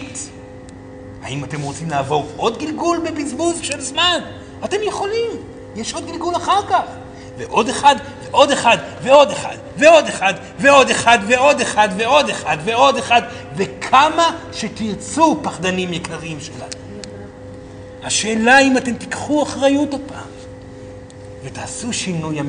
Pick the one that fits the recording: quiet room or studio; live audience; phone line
live audience